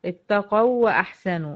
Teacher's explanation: اتقوا، و هنا حصل فعلا ادغام، الواو الاولى واو لينية ساكنة وما قبلها مفتوح · Term: ادغام مثلين صغير